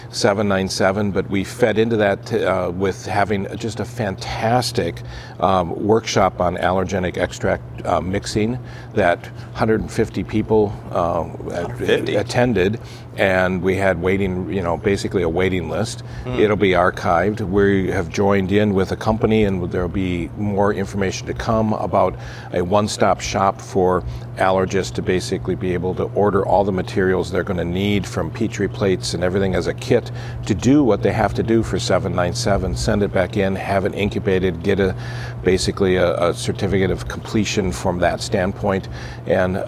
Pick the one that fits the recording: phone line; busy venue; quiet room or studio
busy venue